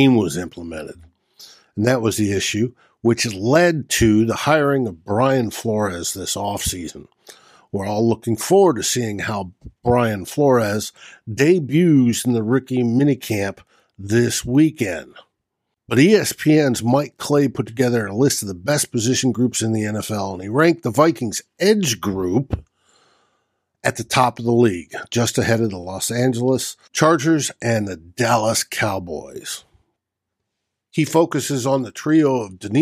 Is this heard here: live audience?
no